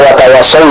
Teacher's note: Kita membaca huruf satnya tebal dan huruf wawunya dengan tipis.